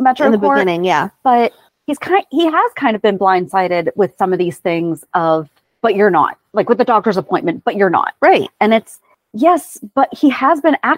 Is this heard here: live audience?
no